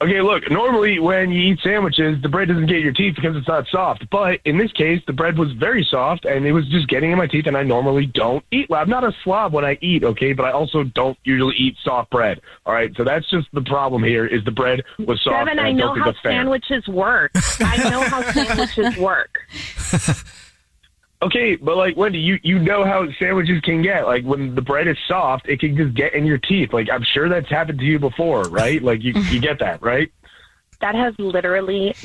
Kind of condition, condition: link, phone line